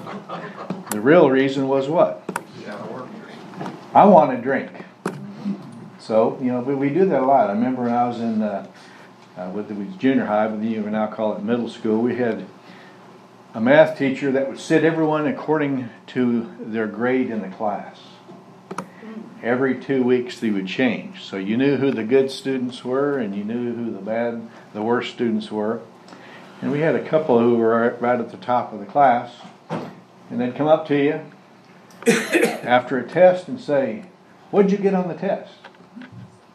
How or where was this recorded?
large echoing room